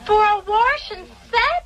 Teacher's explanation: For people who live in some parts of the country, Warsh is how you might say wash.